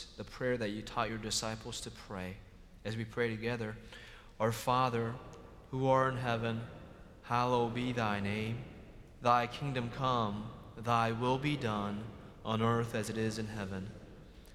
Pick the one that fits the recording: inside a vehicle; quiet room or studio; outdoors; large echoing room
large echoing room